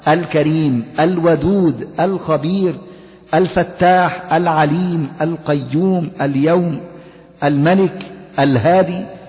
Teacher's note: نطقت اللام طبعا من غير سكت بعدها · Term: لام قمرية